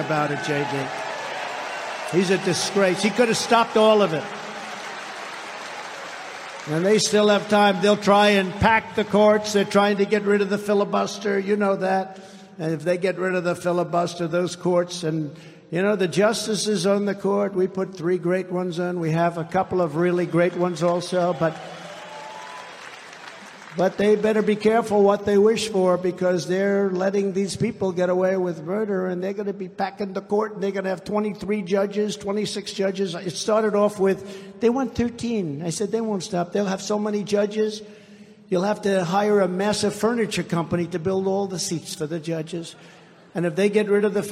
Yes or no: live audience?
yes